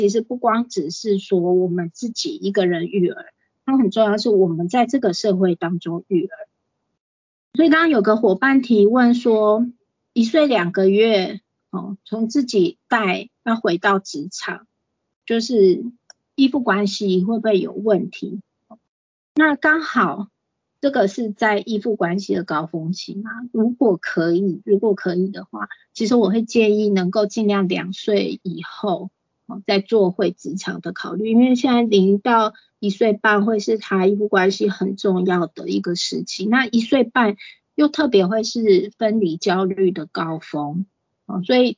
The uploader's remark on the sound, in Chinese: 此為線上課程錄音檔。講座錄音。